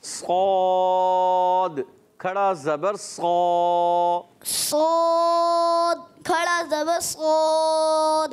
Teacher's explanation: بغیر ہونٹ گول کیا آپ نے موٹا کرنا ہے